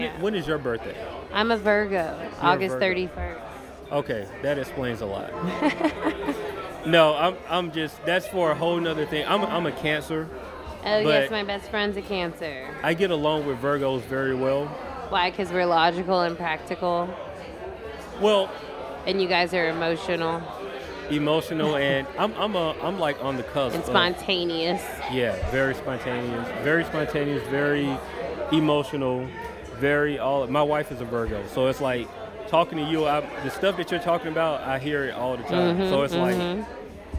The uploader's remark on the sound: Kicking It At Adventure ATL Fest 2018. Live at The Masquerade Atlanta.